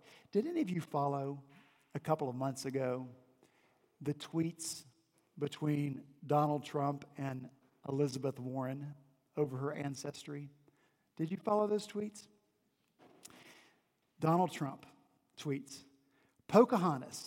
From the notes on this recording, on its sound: On Sunday, December 23 at Redeemer Presbyterian Church in Charleston, SC, our senior pastor preached. At Redeemer Presbyterian Church in Charleston, SC, our senior pastor preached his Advent sermon series.